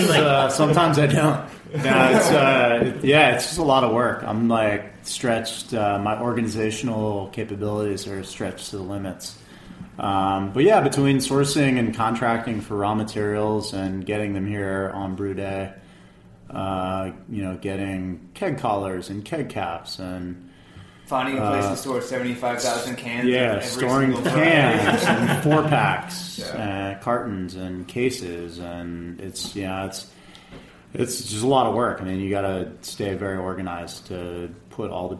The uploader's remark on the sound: Recorded a special off-site show in the Bronx for a celebration of NYC Beer Week.